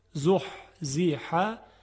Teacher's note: خب در این آیه فمن زحزح، دو تا حرف حاء هست که از وسط حلق تلفظ میشن